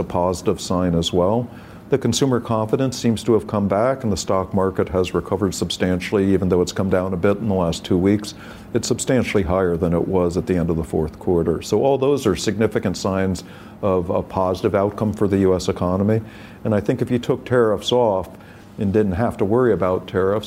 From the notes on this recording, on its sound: is live at the New York Stock Exchange